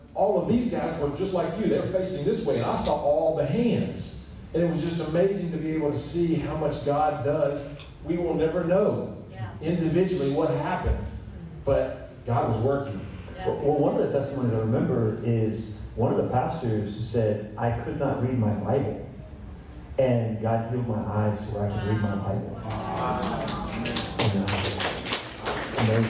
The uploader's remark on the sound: Please be patient with the audio on this one, but it is worth listening anyway...